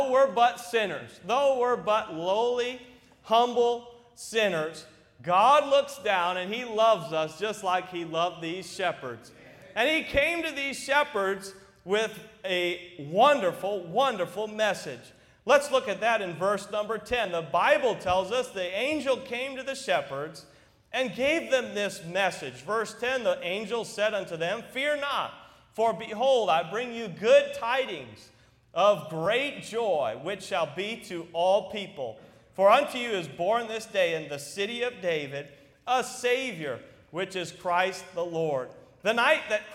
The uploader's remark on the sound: during the Wednesday Evening service on December 13, 2023, at North Valley Baptist Church in Santa Clara, California